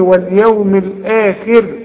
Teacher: عند الوقف رقق الراء، قلني واليوم الاخر مش الاخر، رجع شفايفك على هيئة ابتسامة، واليوم الاخر.